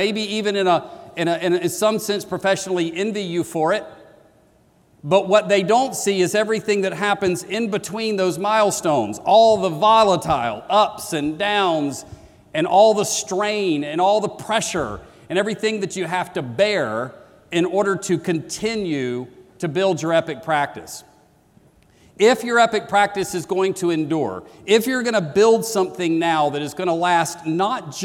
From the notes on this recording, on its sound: keynote that launched the 2016 conference